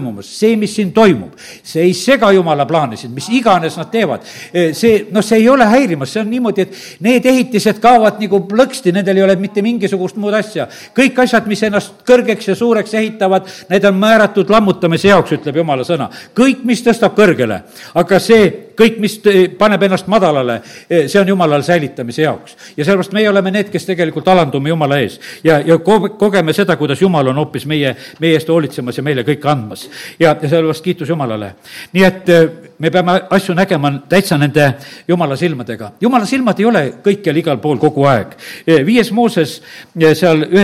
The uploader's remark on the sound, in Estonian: Audio salvestus koosolekult